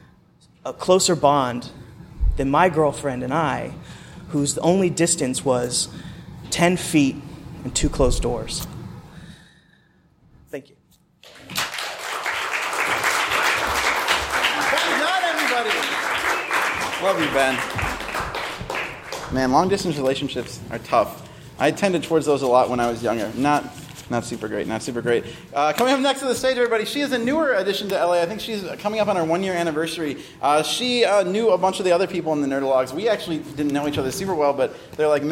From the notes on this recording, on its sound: Record a Your Stories episode at UCB Sunset, a really incredible comedy theater in Los Angeles. Some of our favorite West Coast people came out to share their stories.